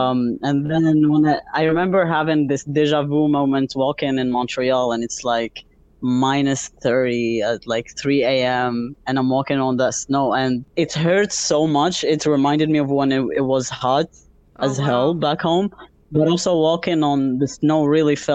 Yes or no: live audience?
no